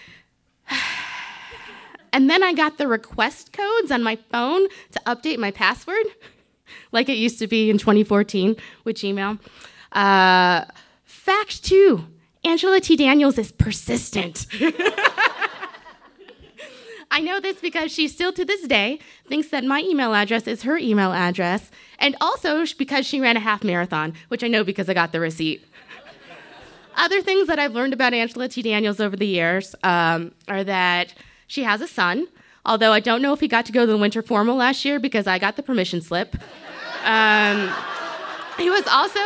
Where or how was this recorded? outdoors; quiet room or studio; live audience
live audience